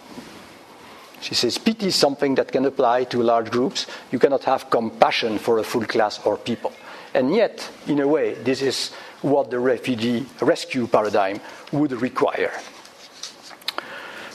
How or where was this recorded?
large echoing room